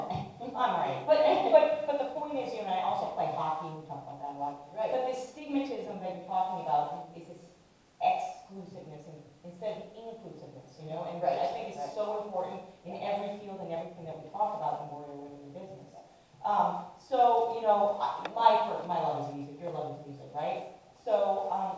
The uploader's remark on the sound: Warrior Women in Business Live audience podcast and event series NYC 2020.